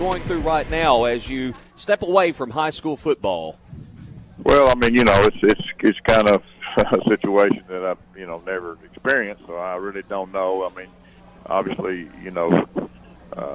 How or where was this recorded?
busy venue